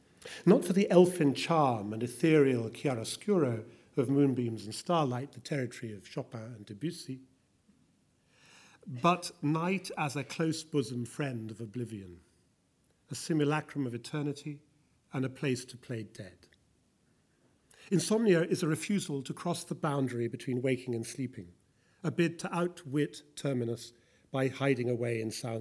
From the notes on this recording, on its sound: Winter Lecture at the British Museum